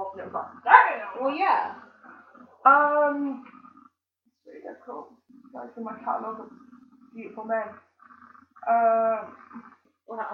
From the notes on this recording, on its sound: The One Where The Mic Broke. Audio Quality isn't the best because the mic broke.